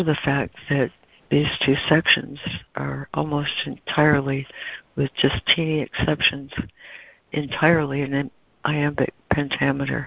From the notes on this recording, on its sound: ACIM Daily Conference Call.